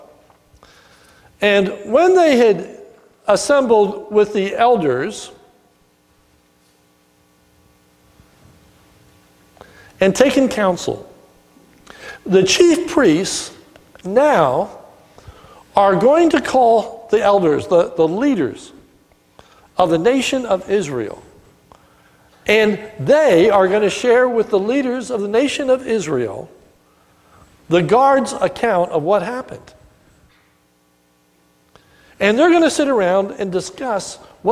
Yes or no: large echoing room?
yes